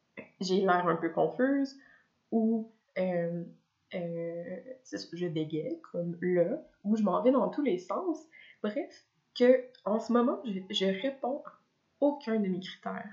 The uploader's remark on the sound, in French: M'enregistrer parler, sans possibilité d'arrêter et de recommencer, et publier la chose telle quelle. Le son est mauvais (j'ai oublié d'activer mon micro, oups).